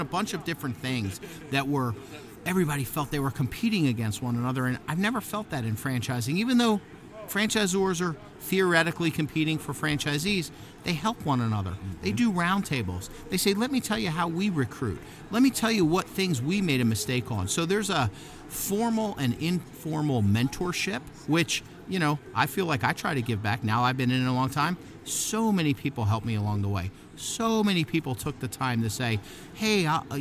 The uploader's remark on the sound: Both conversations were recorded live in Philly at the Franchise Show.